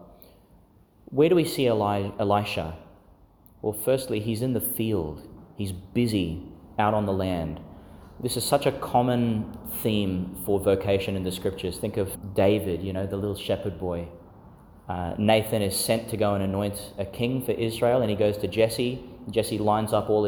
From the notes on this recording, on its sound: delivered in St Agnes Church, Agnes Waters, Qld.